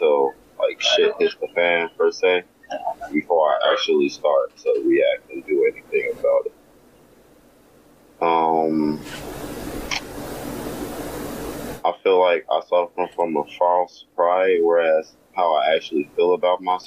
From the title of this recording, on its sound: Freedomain Call In Show